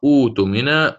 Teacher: عندي الآن همزة قطع عند البدء أتكلم، وبعدها حرف مد، سأطبق ثلاثة البدل، فعلي فيها أن أقرأ أوتمنى، أوتمنى بالتوسط، أوتمنى بالإشباع.